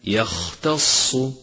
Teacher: لاحظ صفة الهمس لحرف الخاء في كلمة يختص. يختص، فإنك إذا أهملت همس الخاء صار غينا، أي هكذا يغتص، والصواب يختص.